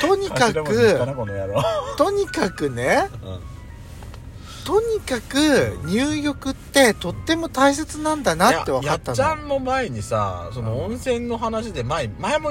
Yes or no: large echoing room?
no